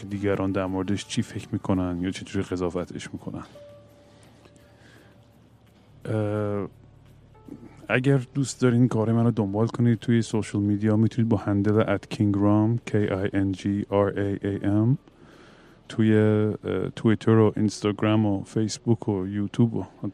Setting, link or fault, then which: setting, busy venue